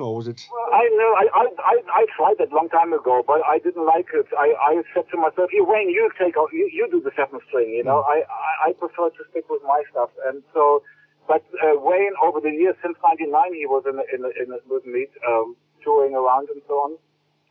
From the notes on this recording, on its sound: A recent phone conversation.